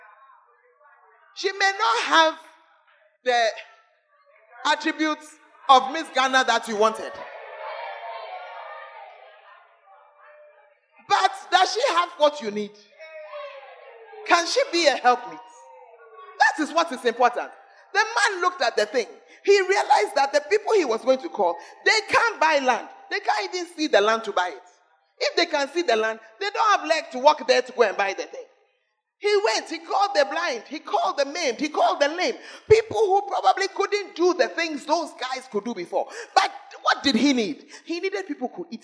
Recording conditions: large echoing room